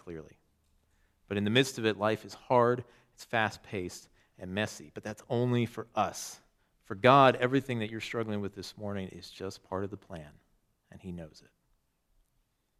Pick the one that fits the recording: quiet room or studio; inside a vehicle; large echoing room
large echoing room